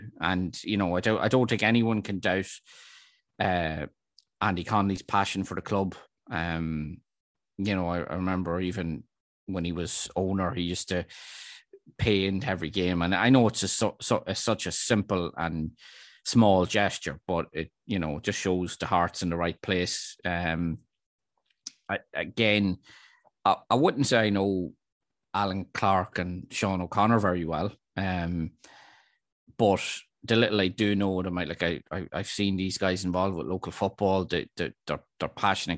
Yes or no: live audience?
no